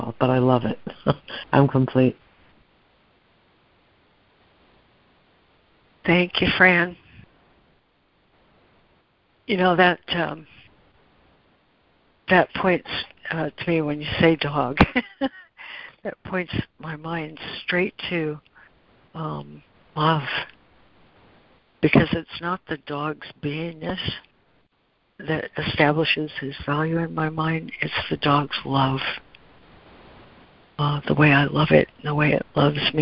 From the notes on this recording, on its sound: ACIM Daily Conference Call